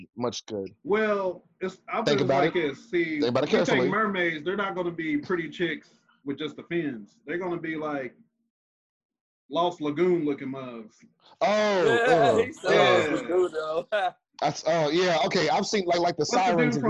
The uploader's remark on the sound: Testing out the zoom while we talk business as usual.